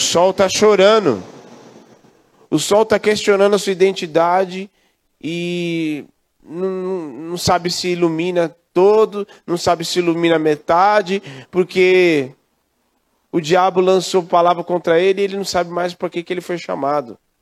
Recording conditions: large echoing room